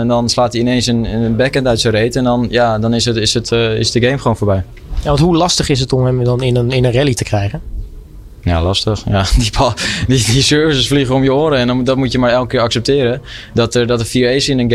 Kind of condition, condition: setting, busy venue